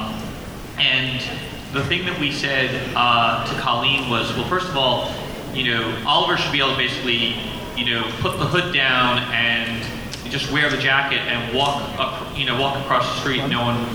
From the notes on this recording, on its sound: Bonus – Arrow panel NYCC 2012.